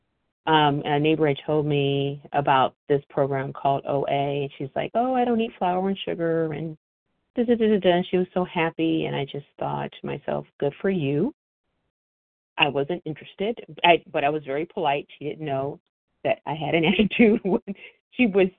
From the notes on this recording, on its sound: from the 100 Pounders Phone Meeting